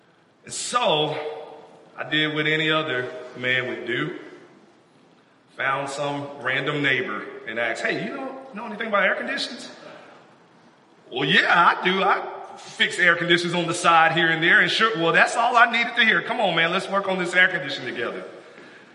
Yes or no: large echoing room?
yes